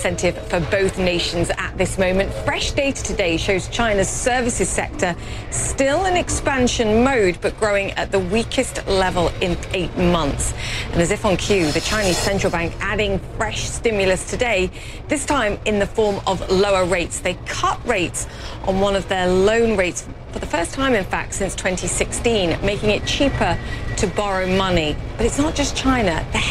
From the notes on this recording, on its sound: live from the New York Stock Exchange.